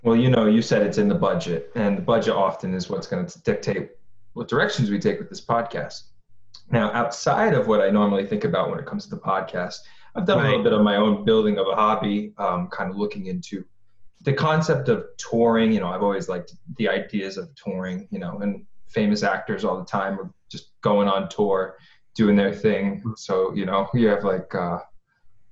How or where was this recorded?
video call